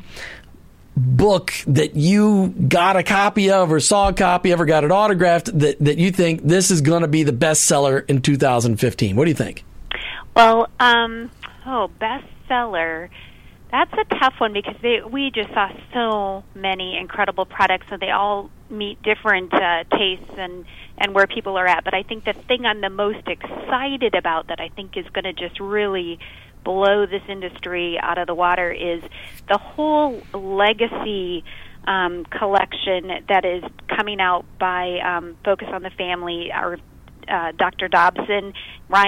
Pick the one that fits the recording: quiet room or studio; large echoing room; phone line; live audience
phone line